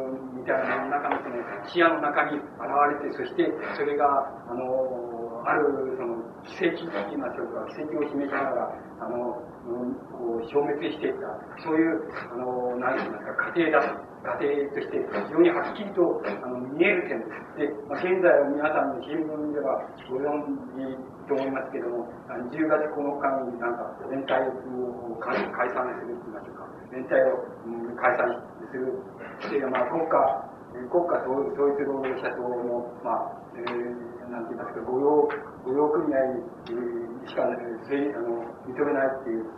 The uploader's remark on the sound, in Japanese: 場所：岩手大学人文社会科学部4号館41大教室。ステージから離れた客席から録音。